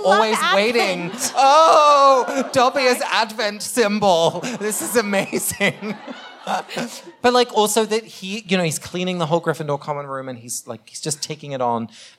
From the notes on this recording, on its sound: Live from Cambridge, MA. This week we come to you live from our Cambridge show.